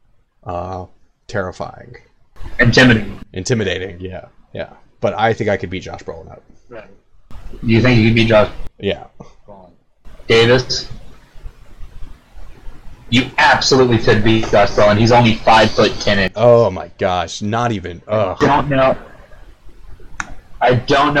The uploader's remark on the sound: Sorry for the audio issues